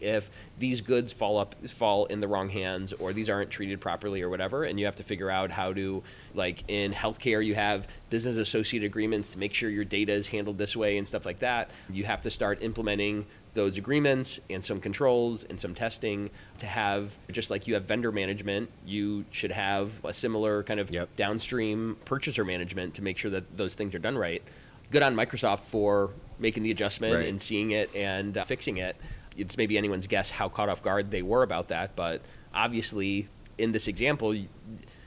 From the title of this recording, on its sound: Live at ECI